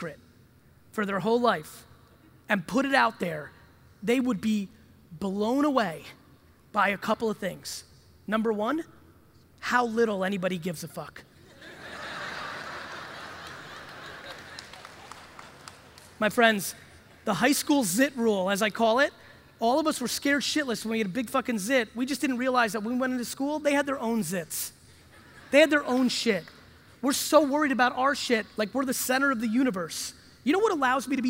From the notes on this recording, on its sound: an exciting keynote from NAC Keynote in Los Angeles